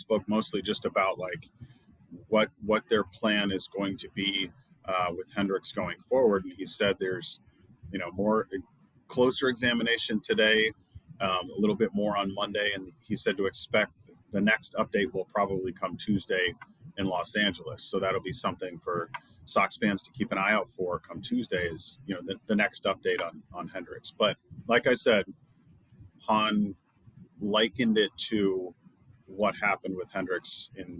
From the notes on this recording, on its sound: live from Guaranteed Rate Field